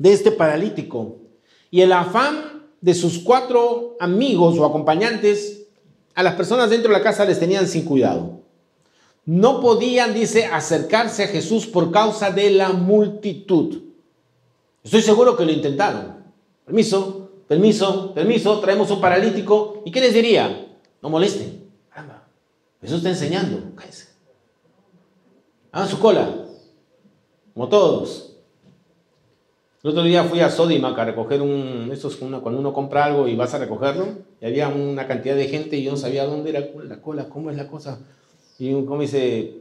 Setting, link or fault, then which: setting, live audience